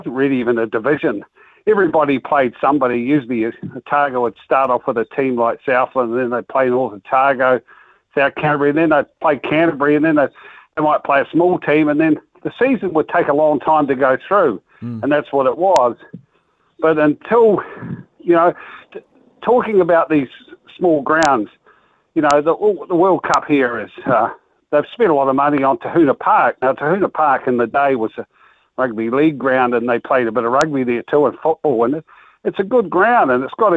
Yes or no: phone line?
yes